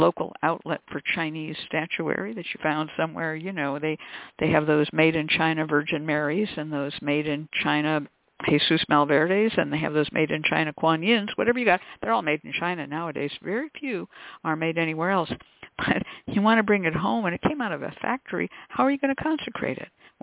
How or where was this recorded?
phone line